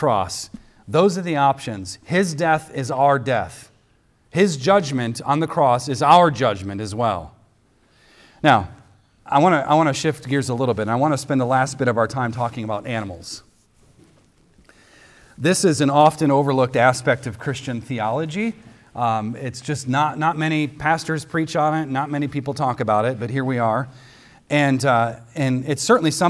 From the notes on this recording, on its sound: recorded on Sunday, March 26th, 2023, at the weekly worship gathering of Cross & Crown Church